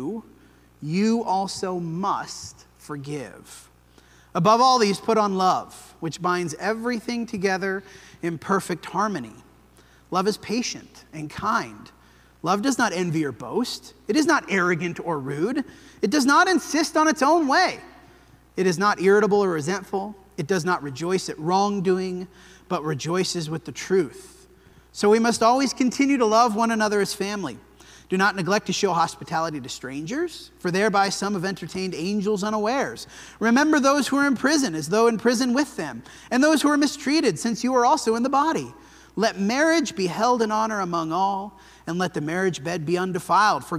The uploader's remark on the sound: This sermon was preached at the Dewey Church of Christ on September 10, 2023.